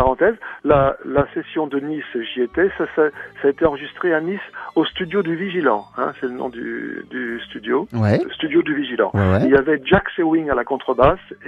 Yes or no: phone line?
yes